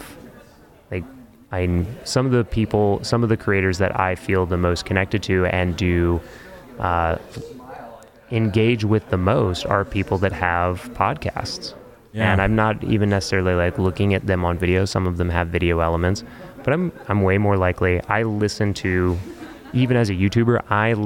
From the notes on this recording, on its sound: At the Craft + Commerce Conference in Boise, ID. At the conference.